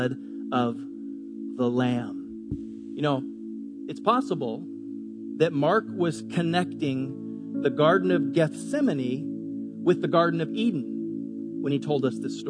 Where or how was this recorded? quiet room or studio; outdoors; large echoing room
large echoing room